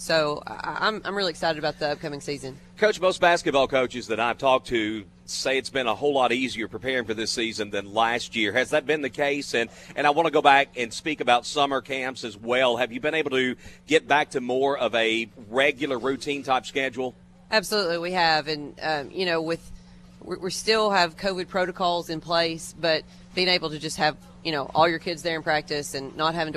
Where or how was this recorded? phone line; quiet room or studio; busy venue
busy venue